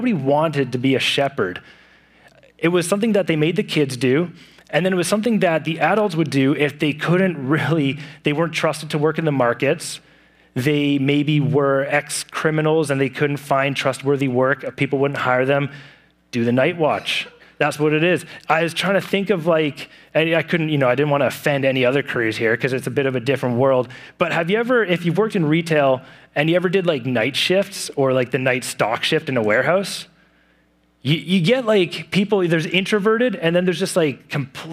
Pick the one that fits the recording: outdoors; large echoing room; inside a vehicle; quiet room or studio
large echoing room